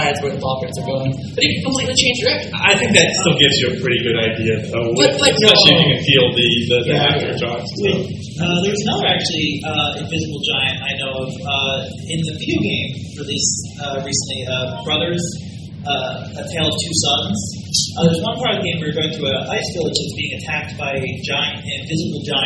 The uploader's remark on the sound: Direct from Texas Furry Fiesta at the Hotel Intercontinental Dallas, it's Size Matters LIVE!